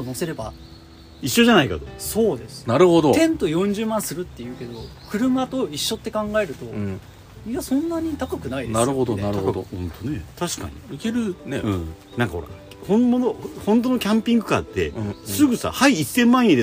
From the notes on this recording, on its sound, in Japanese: 今回の収録も引き続き、福岡県古賀市の薬王寺オートキャンプ場です。